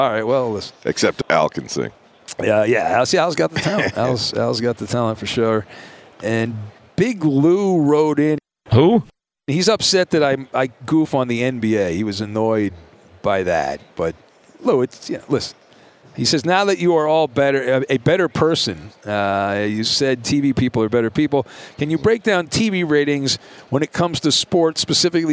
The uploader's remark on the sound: "live on tape" from Radio Row!